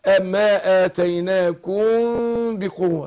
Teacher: واقع بهم فيها عملين، قلبنا التنوين نون التنوين ميم وبعدين اخفيناها، لكن هنا فيها عمل واحد، ميم ساكنه وبعدها الباء برضه هنخفيها